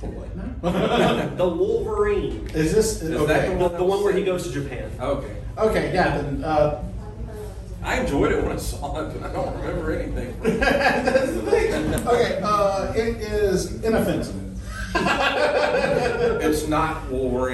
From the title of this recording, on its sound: Pensacon 2023 Panel